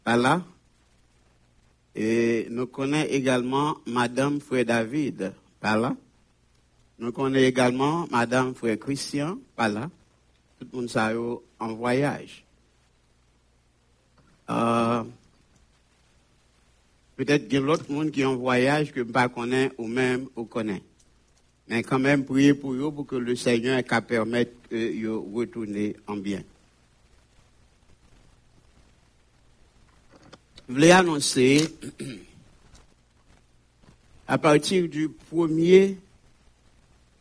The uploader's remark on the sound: Sunday Service Live